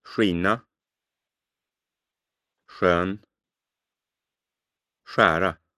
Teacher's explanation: In front of these vowels, SK is something like English SH in shirt, but with distinct lip rounding